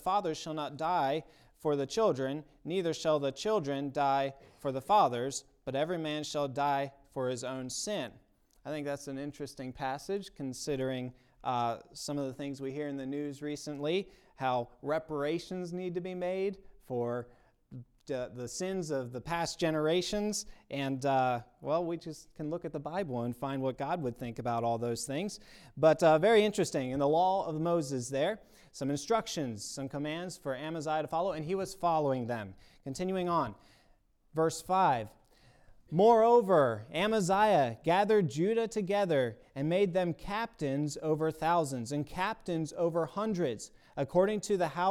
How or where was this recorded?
large echoing room